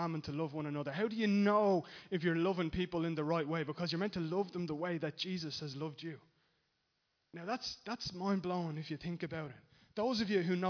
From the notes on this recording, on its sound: Recorded live in Liberty Church